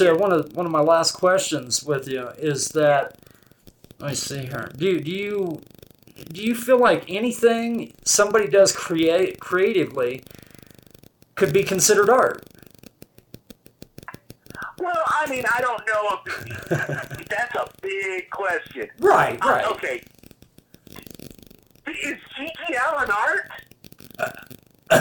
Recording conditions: poor sound quality